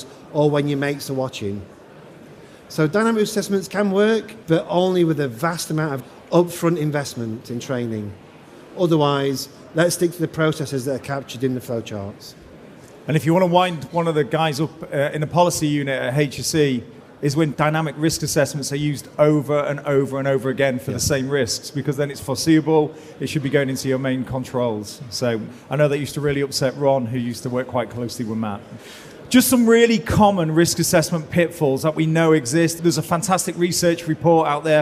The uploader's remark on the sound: Recorded in the Operational Excellence Theatre at Safety & Health Expo in May